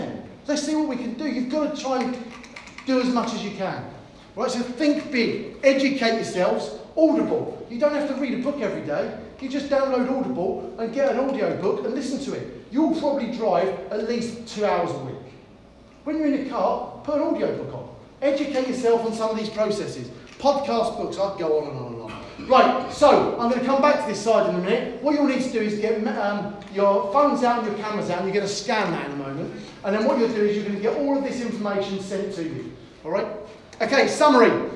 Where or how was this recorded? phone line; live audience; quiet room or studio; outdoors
live audience